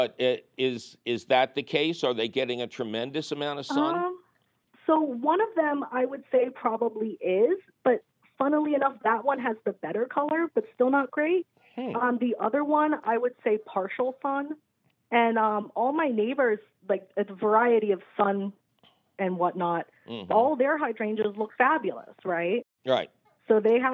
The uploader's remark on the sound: your 'salty' phone calls!